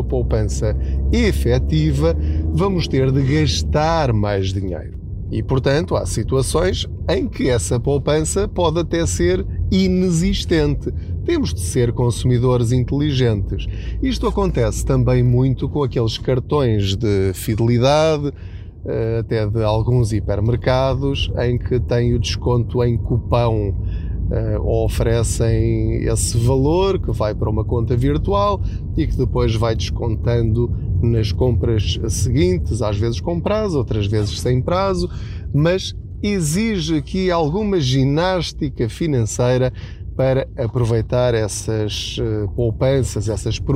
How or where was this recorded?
inside a vehicle